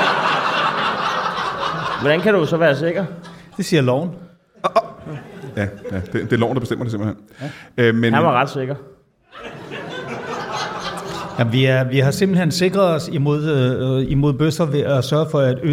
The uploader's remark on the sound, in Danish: LIVE fra Comedy Zoo. Optaget på legendariske Comedy Zoo foran et legendarisk publikum.